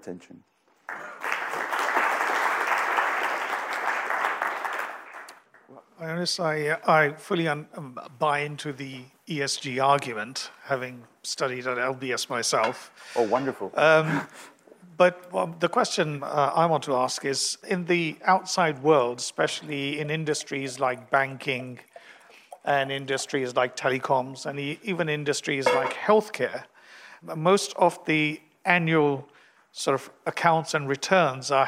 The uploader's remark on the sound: Event audio